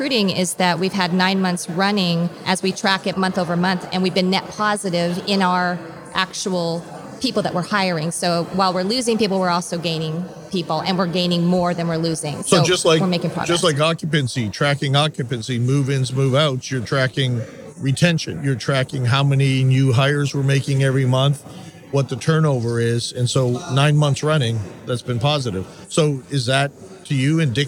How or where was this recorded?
busy venue